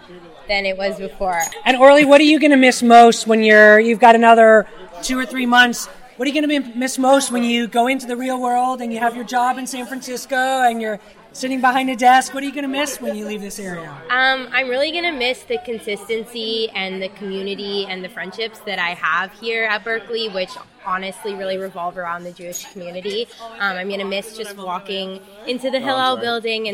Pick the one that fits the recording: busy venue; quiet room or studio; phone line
busy venue